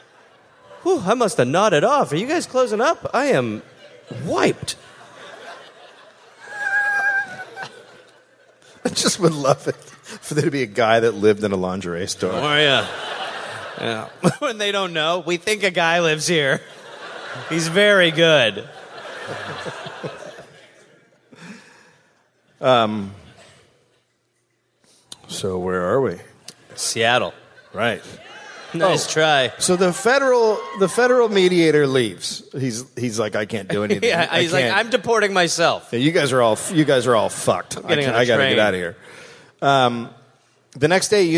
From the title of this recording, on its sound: (Live)